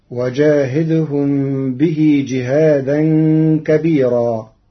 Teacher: قرأ ورش كلمة كبيرا بترقيق الراء المنصوبة المنونة وصلا ووقفا لوجود ياء ساكنة قبلها